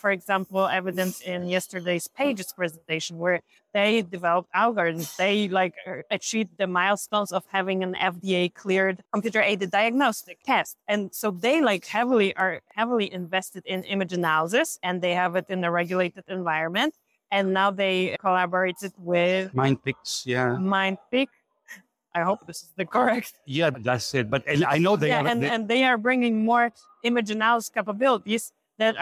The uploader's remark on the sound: Recently, we were at the Digital Pathology and AI Congress in New York organized by Global Engage. We decided to record this episode right there, surrounded by the buzz of the conference. No fancy preparations, just real and raw insights for you.